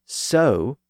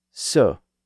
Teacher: she asserted that vowel sounds should be pronounced as pure vowels, not as diphthongs. · Shown in: second take · So instead of so, she would have said that it should be so.